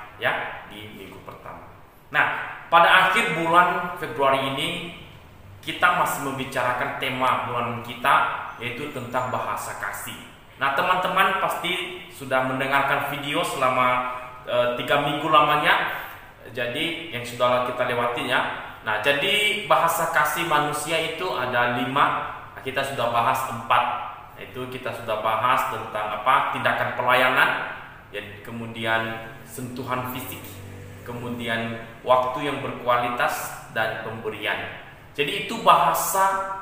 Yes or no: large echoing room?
yes